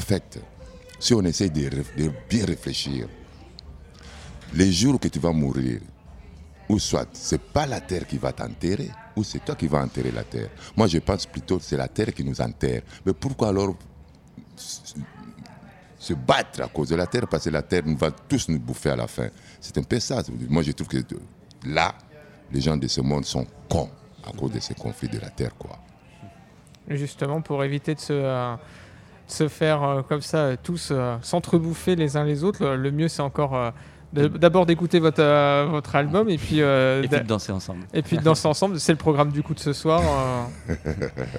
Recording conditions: busy venue